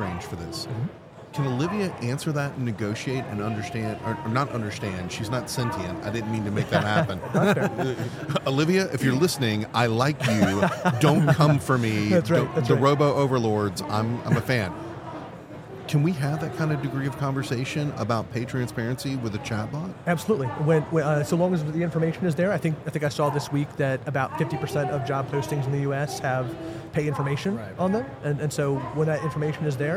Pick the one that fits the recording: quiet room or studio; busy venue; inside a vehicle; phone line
busy venue